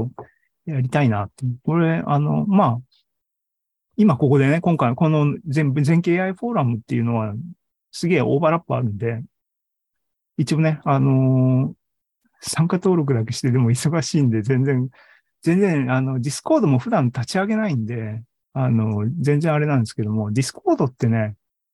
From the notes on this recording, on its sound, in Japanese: ２０２２年１１月３０日に開催した ZOOMライブの模様です。